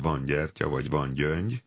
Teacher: hogyha én egy olyat mondok, hogy van gyertya, vagy van gyöngy, akkor is egy nyöfélét ejtek · Term: hasonlulás